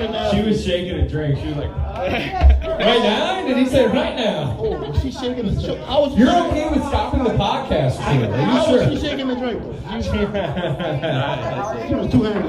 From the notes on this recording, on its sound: Recorded live at the SandBar in Irmo SC.